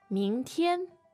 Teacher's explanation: Now, the tones on 明天 are? Second and first.